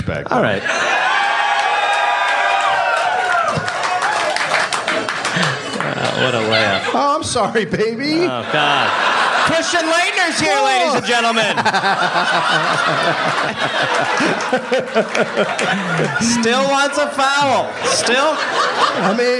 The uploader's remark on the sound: Live in Durham, NC